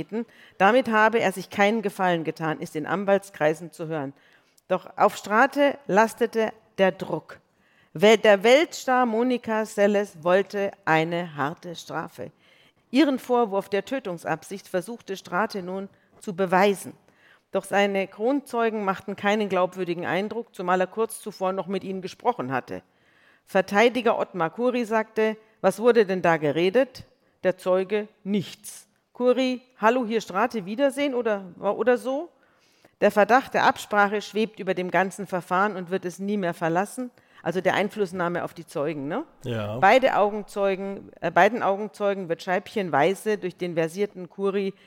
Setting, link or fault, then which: setting, live audience